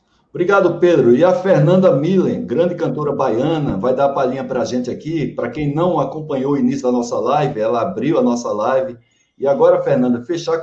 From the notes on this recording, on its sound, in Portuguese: Esta é a gravação da live